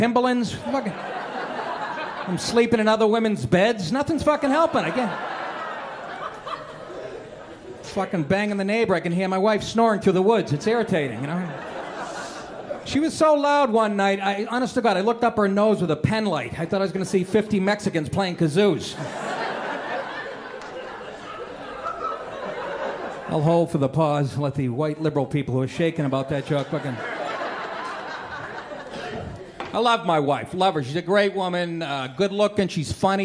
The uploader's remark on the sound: Stand Up Comedy Live Gotham Comedy Club